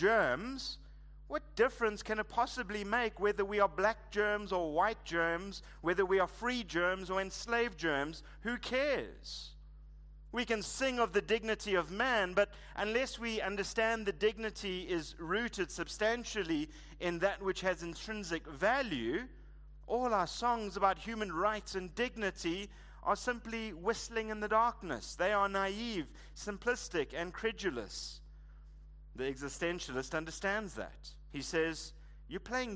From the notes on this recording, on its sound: Preached at Living Stone Bible Church, on the 25th of February 2024